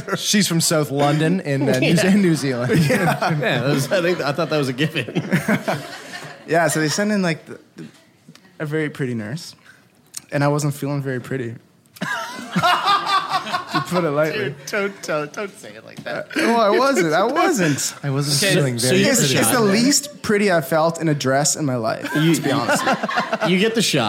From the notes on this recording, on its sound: Live from The Art Bar. It's a Live Show Double Header!